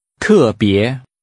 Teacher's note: Using falling and rising tones, say especially.